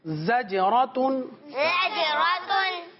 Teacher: زا کی اپنی ادائیگی ہے سی ٹی کے ساتھ ادا ہوتا ہے